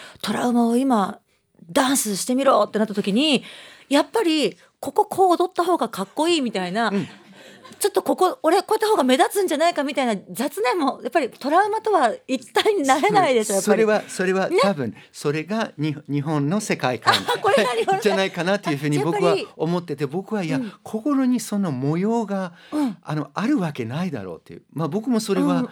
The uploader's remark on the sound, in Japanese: 公開収録の模様をお届けします。イベント観覧に参加したリスナーからの質問にも答えた。